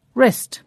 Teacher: we don't usually pronounce the W in words that begin W-R · Term: silent W